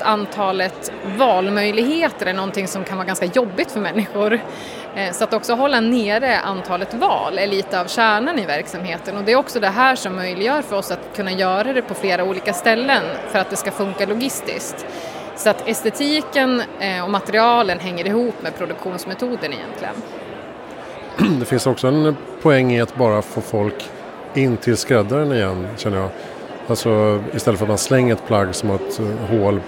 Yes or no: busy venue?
yes